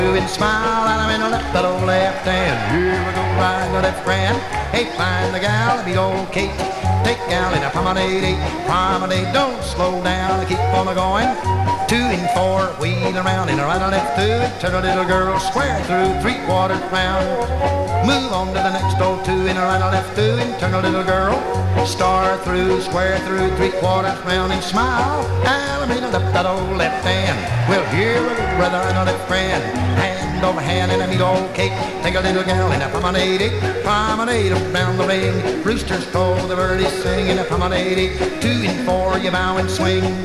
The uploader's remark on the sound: Track one, record TWO from the 1964 Blue Star Jubilee Square Dance held in the Sam Houston Auditorium.